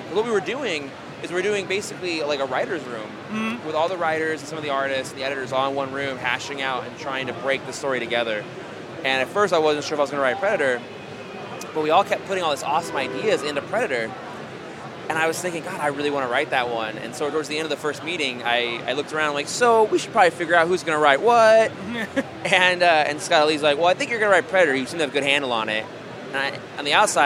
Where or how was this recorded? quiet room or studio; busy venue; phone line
busy venue